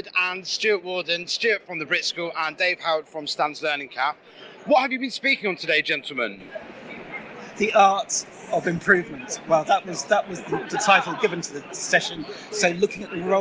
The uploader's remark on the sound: A Day at the Schools and Academies Show London